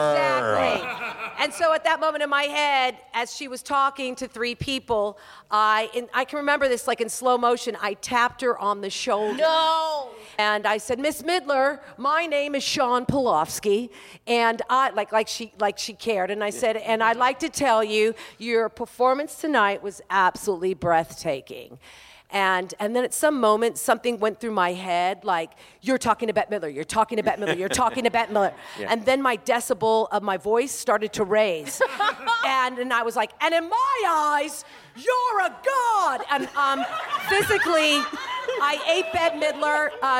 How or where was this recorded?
busy venue